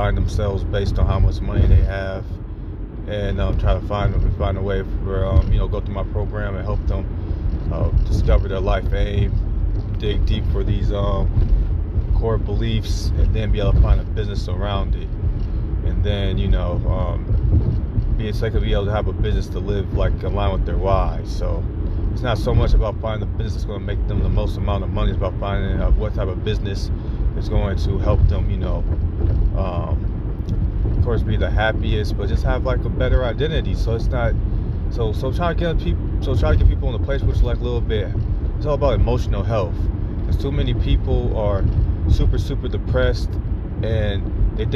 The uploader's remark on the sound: I am in the car on my way to a friend's house.